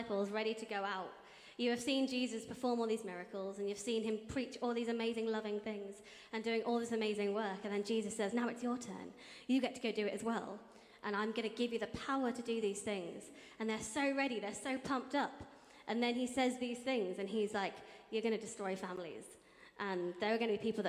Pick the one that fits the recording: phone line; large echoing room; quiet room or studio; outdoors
large echoing room